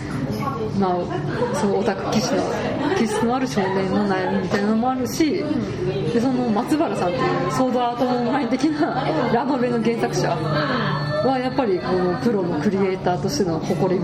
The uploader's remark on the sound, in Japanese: 居酒屋収録なので大変周囲が騒がしいです。